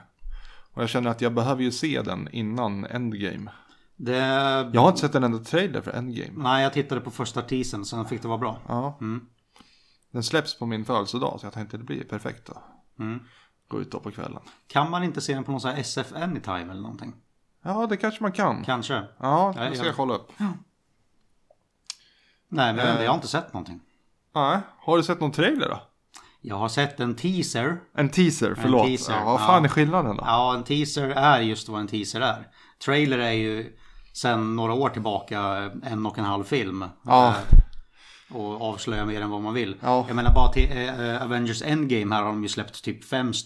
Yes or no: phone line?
no